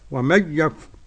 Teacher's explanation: ومن يكفر عدم الغنة لخلف